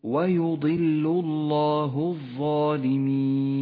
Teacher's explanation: اللام في كلمة يضل مرققة، واللام في لفظ الجلالة مفخمة لأنها مسبوقة بحرف مضموم · Term: اللام المرققة مع اللام المفخمة